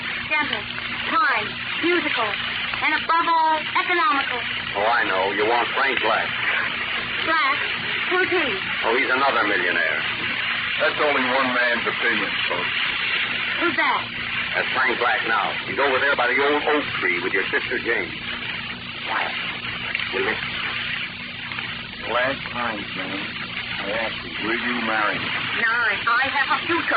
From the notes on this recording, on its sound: Audio is poor. I tweaked the audio to cut out some of the noise.